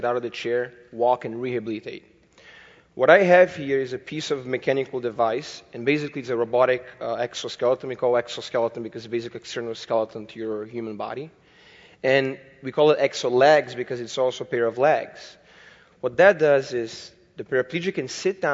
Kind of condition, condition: setting, large echoing room